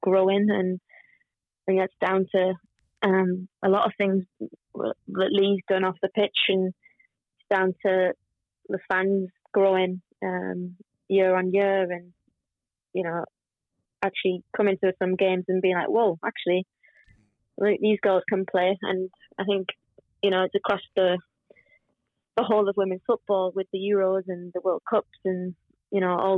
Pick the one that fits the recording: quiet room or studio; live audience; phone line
phone line